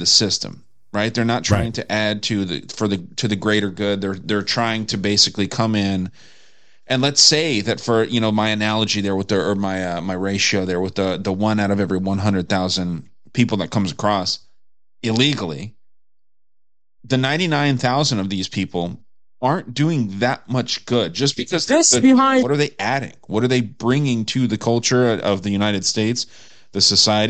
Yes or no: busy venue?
no